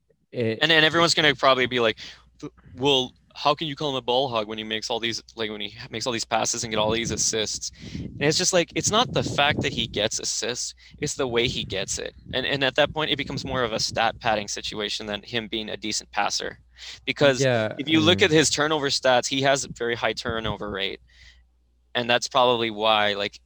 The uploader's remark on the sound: sorry if there is some excess sound, I filmed outside and there was some wind blowing